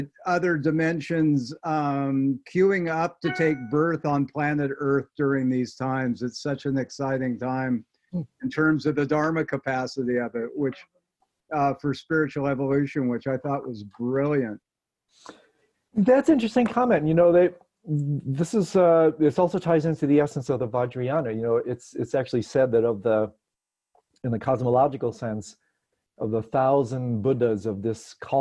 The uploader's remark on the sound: Virtual Hangout